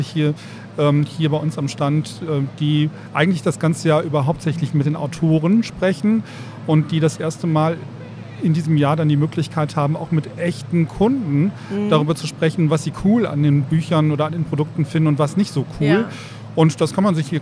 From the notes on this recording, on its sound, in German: Weiter geht’s live von der didacta.